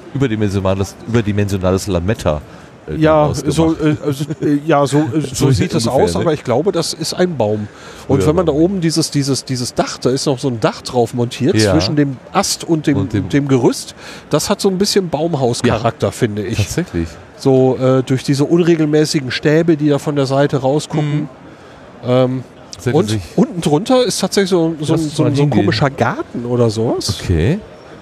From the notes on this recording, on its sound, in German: 35C3 – Rundgang. Aber vielleicht schaffen wir es dennoch, mit unseren Impressionen etwas vom Flair der Veranstaltung zu vermitteln.